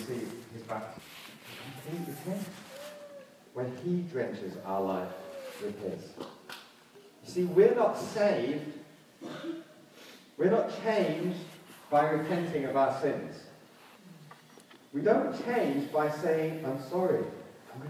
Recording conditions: poor sound quality